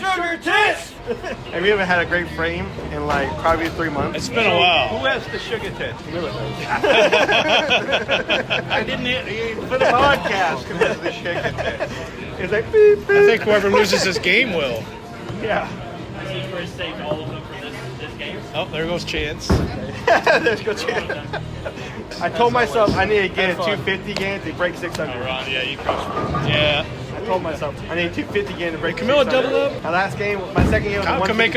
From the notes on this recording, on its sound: LIVE on location at AMF Lewisville